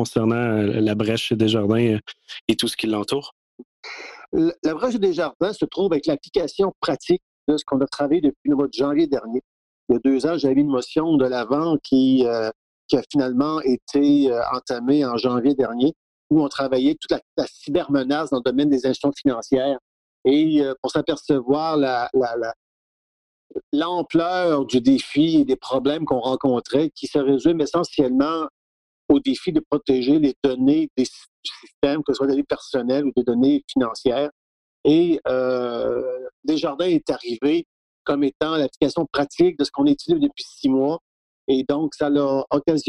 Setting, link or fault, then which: link, video call